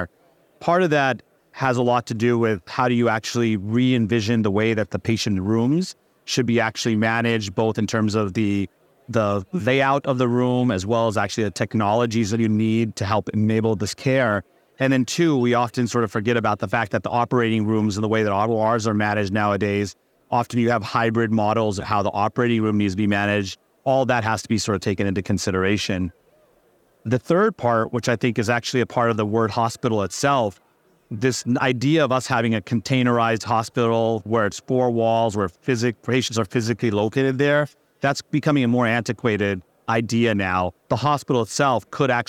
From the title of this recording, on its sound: Heard LIVE from the floor of Becker’s